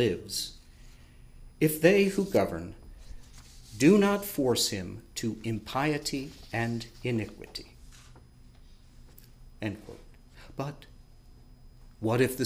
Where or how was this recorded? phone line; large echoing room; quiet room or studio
large echoing room